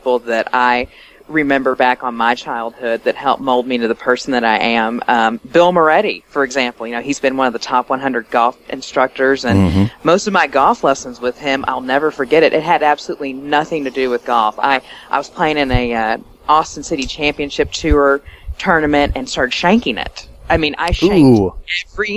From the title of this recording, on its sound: Live from the AJGA Championship